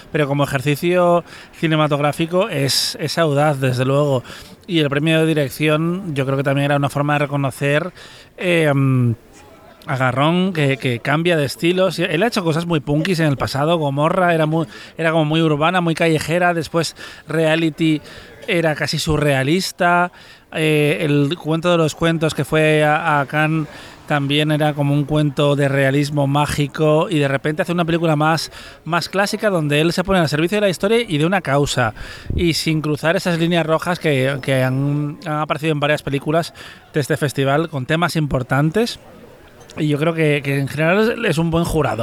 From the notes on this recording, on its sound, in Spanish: En nuestro último episodio desde el Lido -grabado en el final de una cena en la que abundan los tartufos y los negronis.